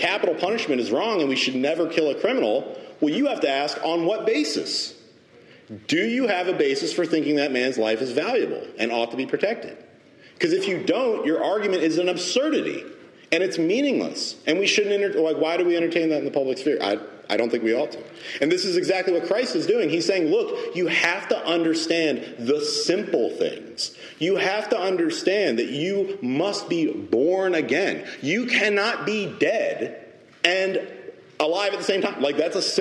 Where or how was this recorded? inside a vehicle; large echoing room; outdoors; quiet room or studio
large echoing room